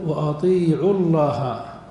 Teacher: وأطيعوا الله، الفعل وأطيعوا مختوم بواو الجماعة ساكنة، والله مبدوء بأل فمبدوء بساكن عند الوصل، فنقول وأطيعوا الله، وأطيعوا، فنحذف الواو التقاء الساكنين لكن نطقا لا كتابة